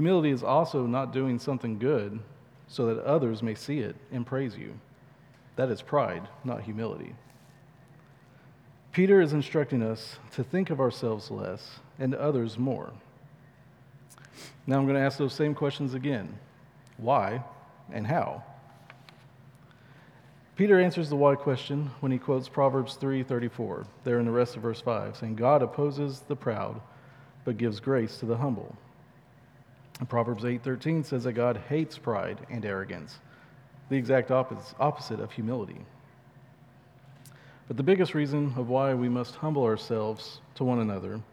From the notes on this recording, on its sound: at Chaffee Crossing Baptist Church in Barling, AR